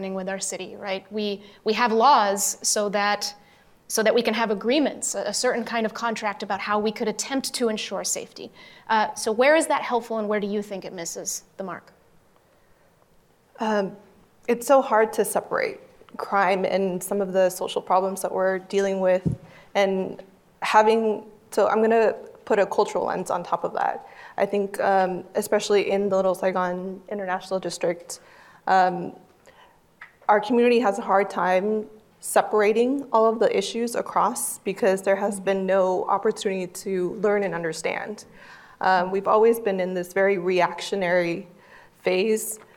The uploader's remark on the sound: At a live Civic Cocktail event, panelists discussed how city law enforcement might navigate short-term solutions and systemic reforms.